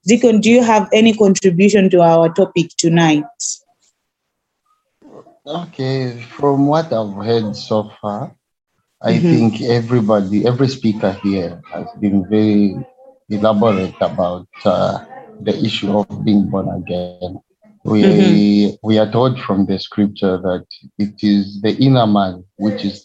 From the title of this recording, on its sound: Youth zoom meeting